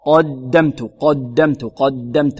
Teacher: القاف مفخمة، قاء قدمت قدمت قدمت والدال مرققة